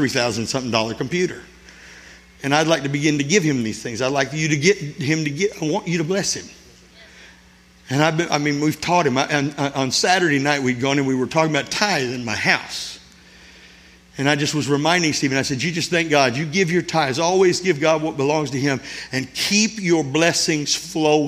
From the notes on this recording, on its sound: This sermon was recorded at Family Worship Center in Florence, SC